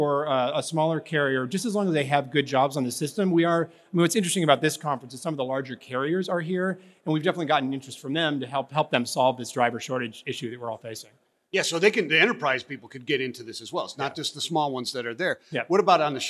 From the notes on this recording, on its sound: from day 2 of The Future of Supply Chain in Northwest Arkansas